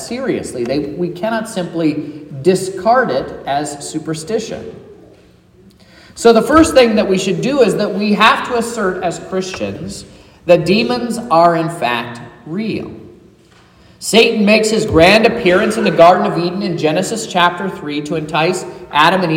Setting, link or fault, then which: setting, large echoing room